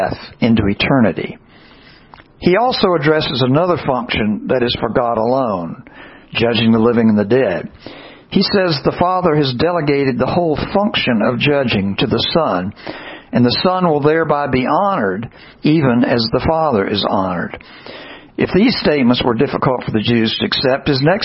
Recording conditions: large echoing room